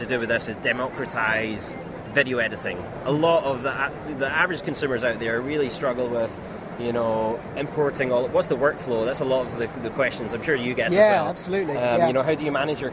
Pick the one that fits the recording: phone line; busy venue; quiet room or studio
busy venue